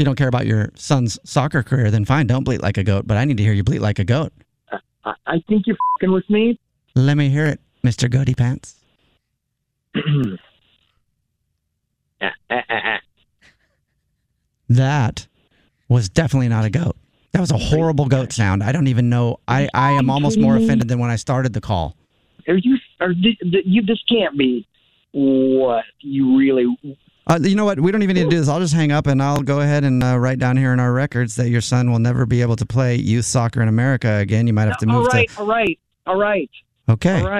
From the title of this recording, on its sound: Phone Prank